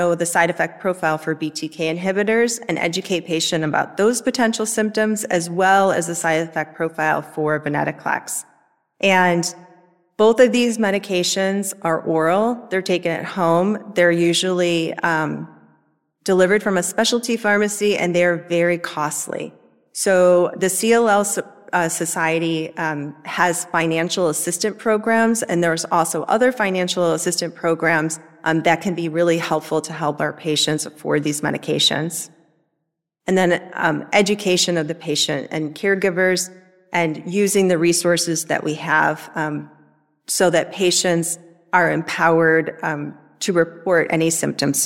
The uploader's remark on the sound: This event recorded at the annual ONS Congress